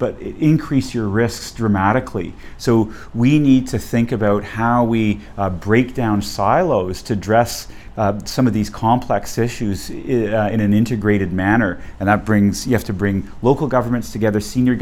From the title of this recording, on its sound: Live at the State-City Collaboration on Clean Energy Transformations